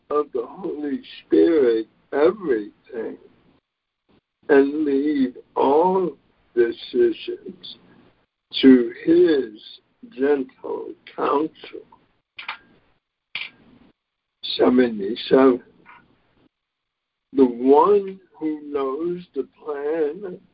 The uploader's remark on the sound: ACIM Daily Conference Call.